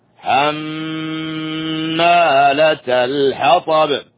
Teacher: عندنا هنا غنة في الميم المشددة